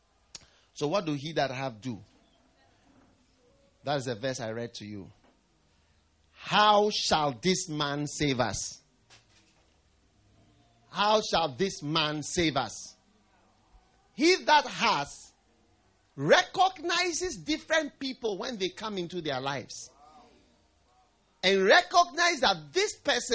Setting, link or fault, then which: setting, large echoing room